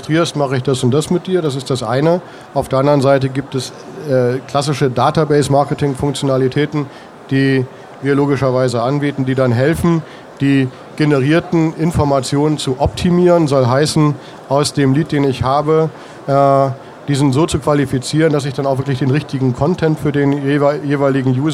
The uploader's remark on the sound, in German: Dieses Webinar fand live auf den mailingtagen statt.